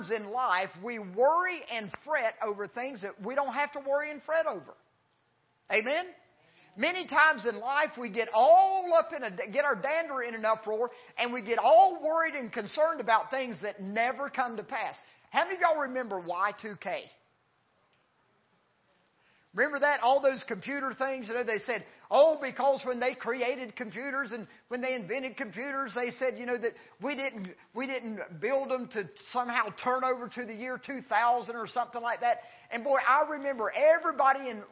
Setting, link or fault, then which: setting, large echoing room